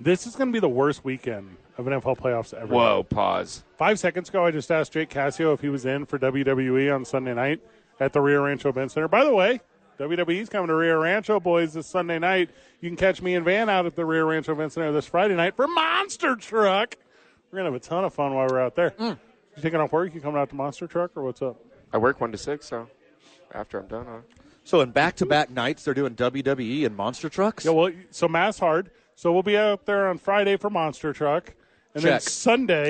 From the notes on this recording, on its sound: live at Howies to watch the National Championship Game